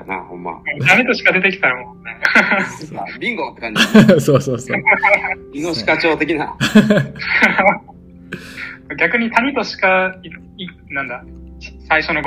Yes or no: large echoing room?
no